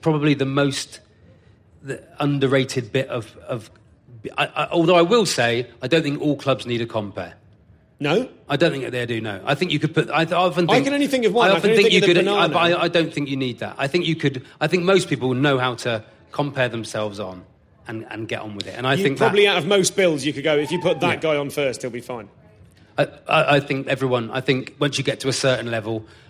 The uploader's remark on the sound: Live at Latitude Festival. Live at Latitude after a good old-fashioned cattle auction.